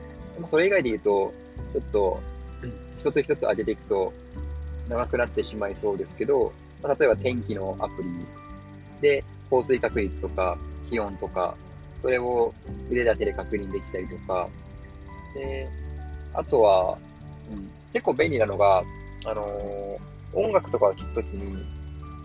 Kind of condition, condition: setting, outdoors